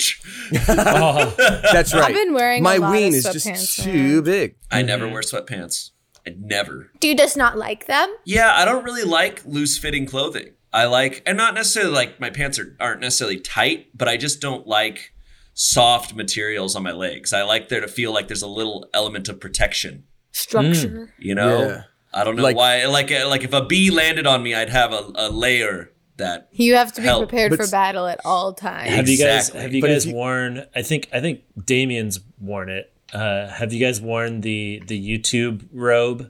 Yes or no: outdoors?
no